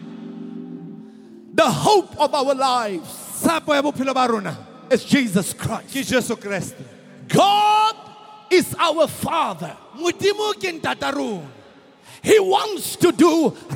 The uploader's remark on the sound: preached at the Good Friday Celebration 2018 hosted at the Orlando Stadium